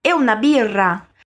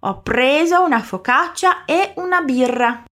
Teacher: Atenção para esse R bem vibrante na palavra birra